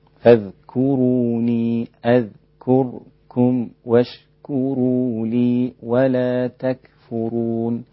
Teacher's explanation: الكاف المضمومة رقيقة جدا · الكافات المضمومة لازم نرققها شوية